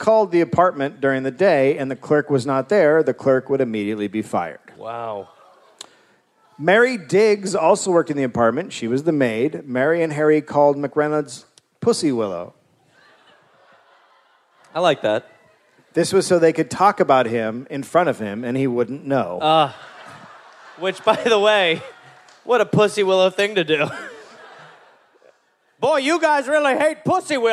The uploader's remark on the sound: Live in DC